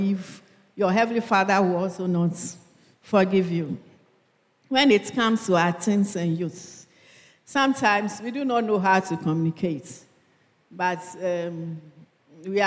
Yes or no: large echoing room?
yes